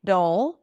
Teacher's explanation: it's a light D and then that dark L sound